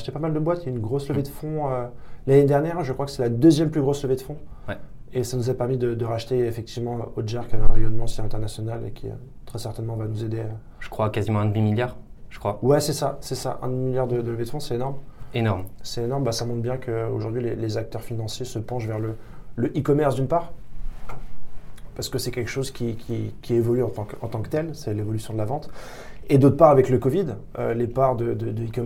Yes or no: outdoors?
no